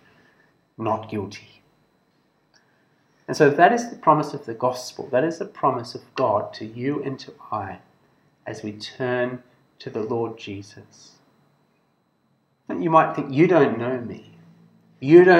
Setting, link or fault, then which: setting, large echoing room